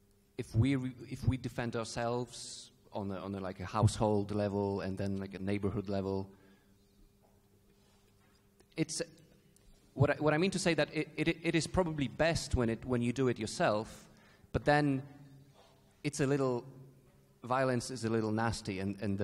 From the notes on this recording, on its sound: This panel discussion is from the 2021 Annual Meeting of the Property and Freedom Society. Discussion, Q&A.